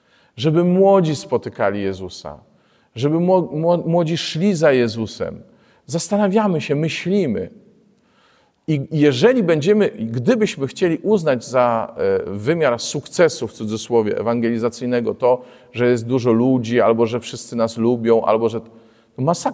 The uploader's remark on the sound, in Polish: Liturgii Słowa nagranej w Błotnicy w drugi dzień Świąt Bożego Narodzenia